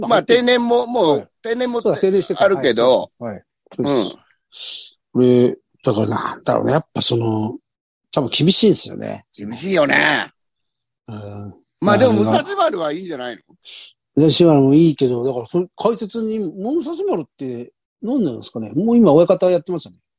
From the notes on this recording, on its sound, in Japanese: ZOOMで収録〜。